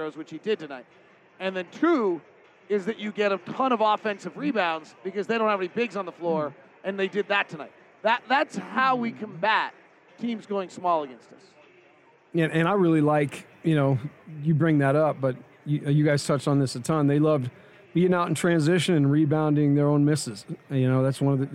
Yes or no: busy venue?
yes